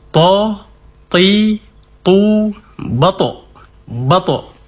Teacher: huruf to dikuatkan sifat isti'la'nya, terangkatnya pangkal lidah, kemudian ditambah sifat qalqalahnya, yaitu ketika diucapkan huruf tersebut dipantulkan